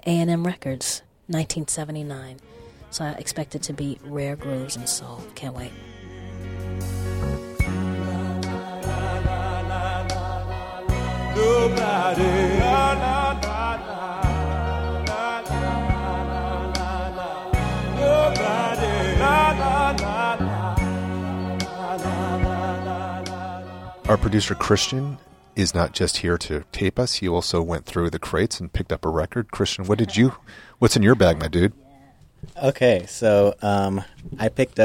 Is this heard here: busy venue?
yes